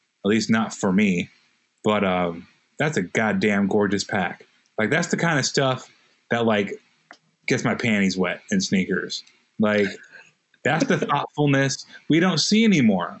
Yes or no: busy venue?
no